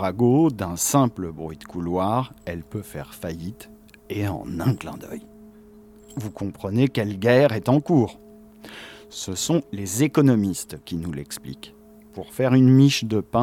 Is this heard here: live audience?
no